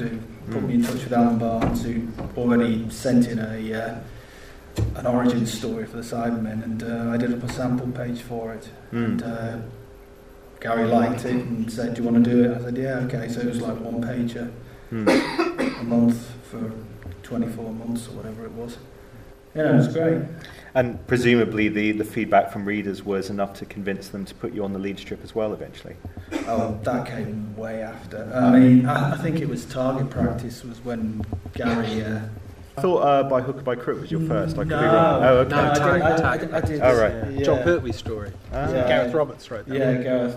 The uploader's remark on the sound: In a panel discussion recorded at SCI-FI-LONDON.